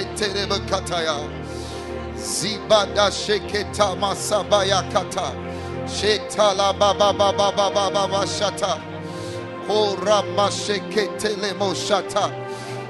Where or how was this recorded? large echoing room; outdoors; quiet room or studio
large echoing room